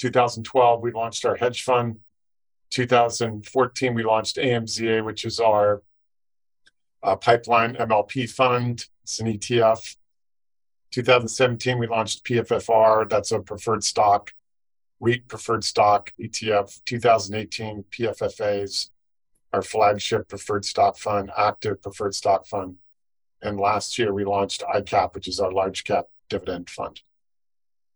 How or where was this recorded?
video call